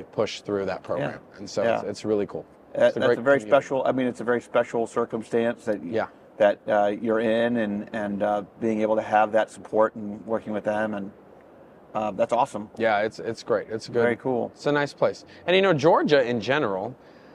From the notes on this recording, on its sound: North Gwinnett High School at the 2022 Midwest Clinic.